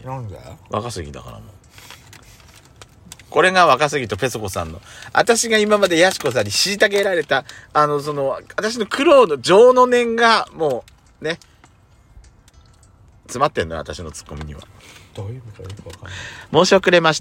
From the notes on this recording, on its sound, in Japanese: クッソ暑いテラス席で収録しました。パーキング収録。